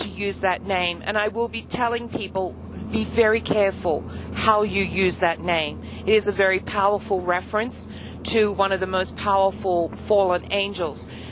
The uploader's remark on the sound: Car Conversations. Today we had another conversation with our spirit family in the car.